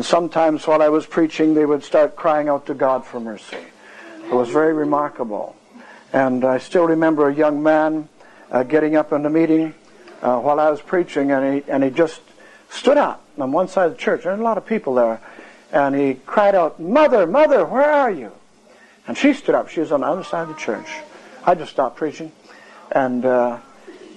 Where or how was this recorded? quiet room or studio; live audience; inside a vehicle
live audience